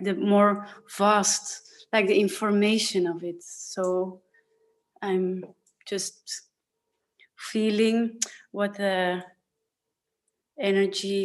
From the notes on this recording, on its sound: A third zoom call